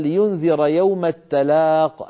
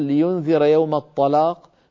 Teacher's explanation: فيفخم التاء ويحولها إلى طاء · Shown in: second take · Term: تفخيم